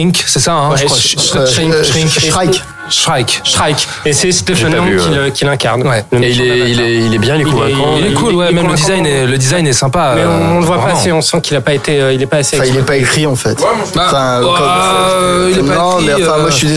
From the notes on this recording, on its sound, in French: Enregistré au Hurling pub (8 Rue Descartes, 75005 Paris), le samedi 15 décembre 2018.